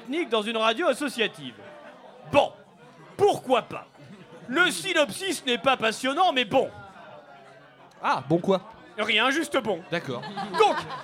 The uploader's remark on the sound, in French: Ceci est le podcast de notre émission en direct du Lou Pascalou.